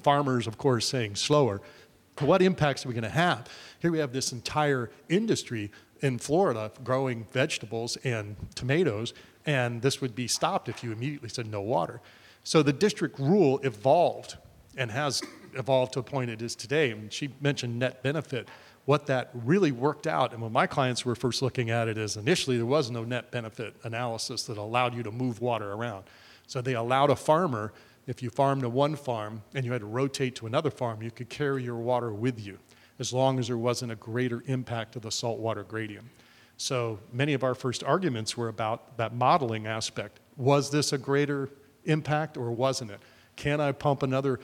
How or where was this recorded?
live audience